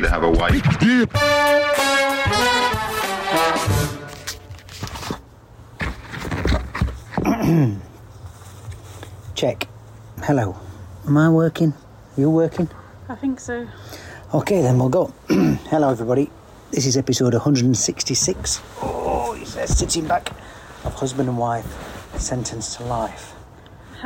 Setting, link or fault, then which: setting, outdoors